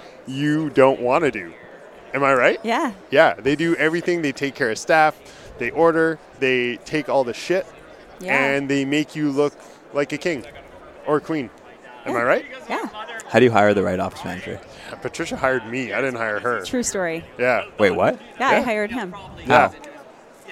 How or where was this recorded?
busy venue